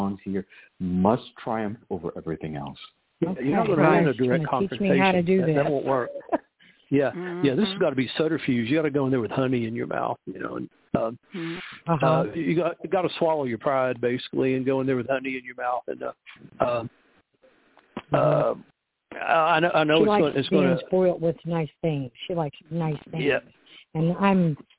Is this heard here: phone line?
yes